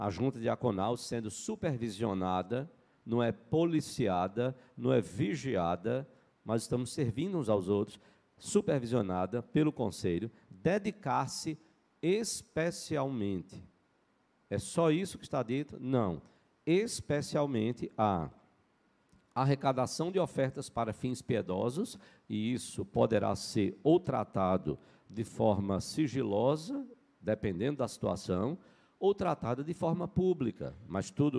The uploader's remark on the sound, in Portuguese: Culto matinal(9h) presencial e transmitido ao vivo no domingo (26/02/2023).